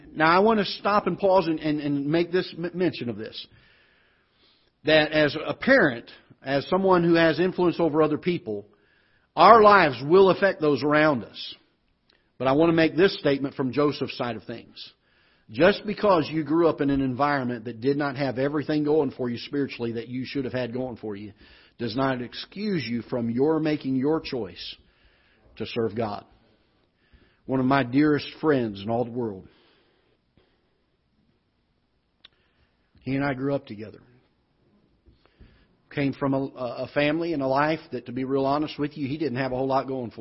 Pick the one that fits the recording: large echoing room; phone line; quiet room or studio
large echoing room